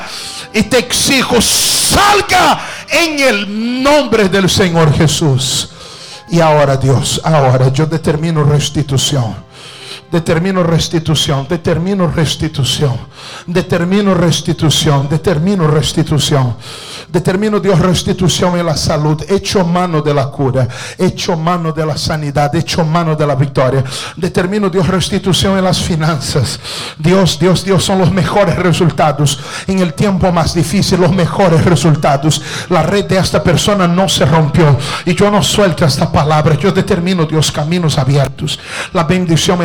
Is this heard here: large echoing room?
yes